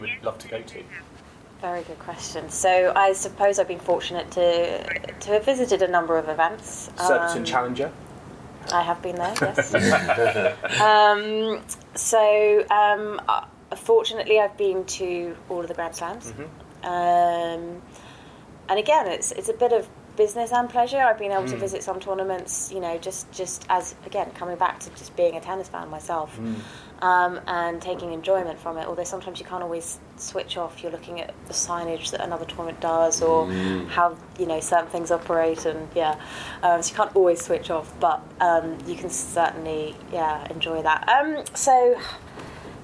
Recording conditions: background noise